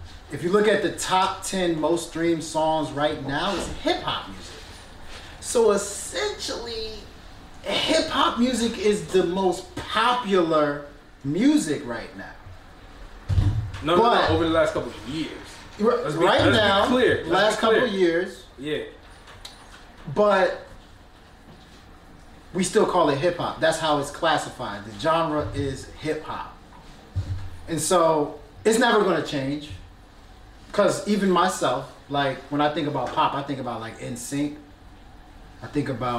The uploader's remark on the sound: During the #CreatingInColor social mixer event in Washington, D.C. The #illadvisedwiseguys podcast had the pleasure of performing their FIRST EVER live show!